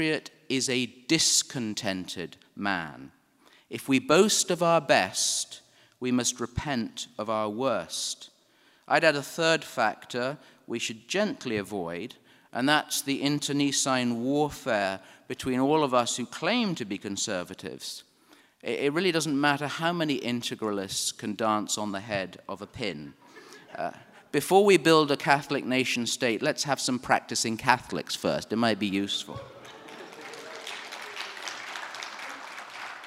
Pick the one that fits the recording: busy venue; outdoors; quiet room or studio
busy venue